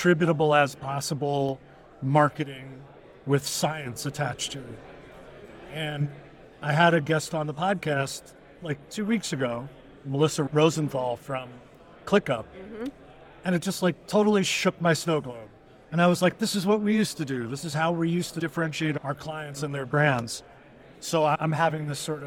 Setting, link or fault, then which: setting, busy venue